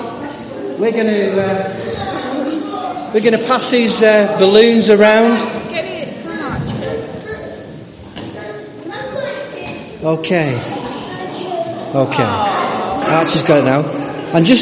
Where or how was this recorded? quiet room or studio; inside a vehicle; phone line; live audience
live audience